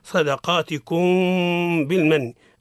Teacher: الميم الساكنة عند الباء حكمها الإخفاء مع الغنة